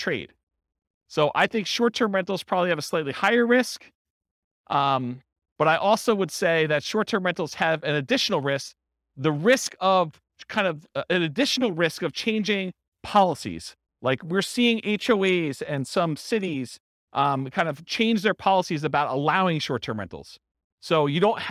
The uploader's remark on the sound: This was a live class recorded